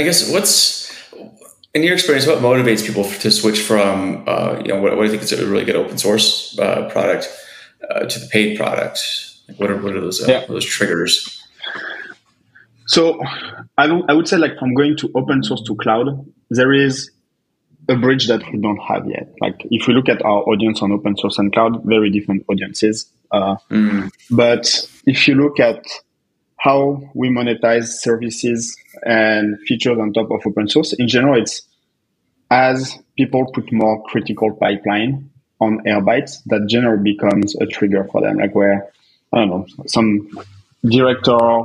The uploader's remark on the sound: I had audio issues cuz he got a new computer and didn't use the correct mic